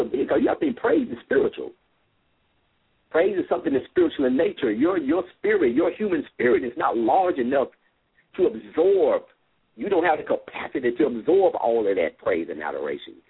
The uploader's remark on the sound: LML uses a progressive live call in format.